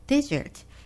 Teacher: has a stress on the first syllable, meaning a large, hot, and dry area